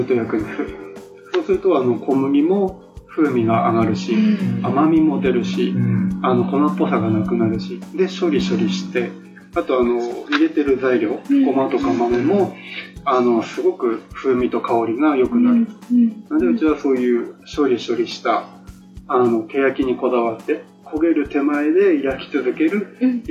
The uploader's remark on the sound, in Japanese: 南部せんべいの老舗 おいらせ町の「川越せんべい店」にお邪魔して出張収録！ただ、機材トラブルがあり、PC直接収録の為かなり音質が悪いです。。。更に、別録りしていたはずのエンディングトークデータが消えてしまいました。。。